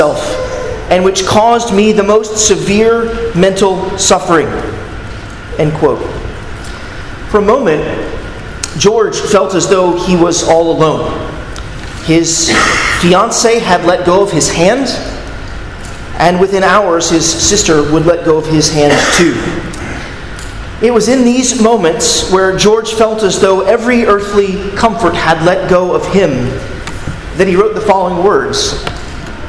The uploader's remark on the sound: at Arlington Baptist Church in Arlington, Virginia